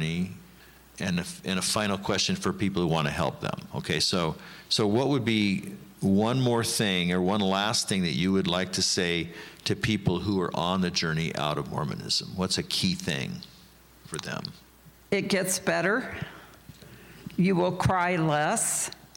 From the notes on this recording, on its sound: Interview conducted at the 2019 Faith After Mormonism Conference.